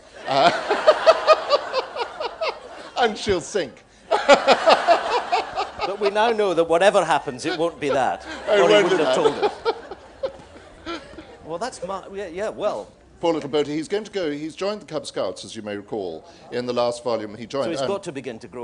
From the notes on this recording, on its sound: Live from the Edinburgh International Book Festival 2009